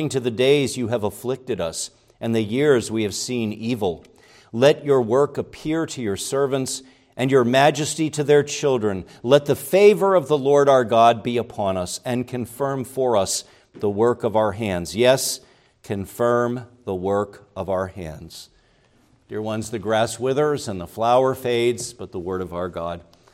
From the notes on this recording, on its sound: preached at Grace Orthodox Presbyterian Church in Sewickley, PA, during the evening Worship Service on Sunday, April 23, 2023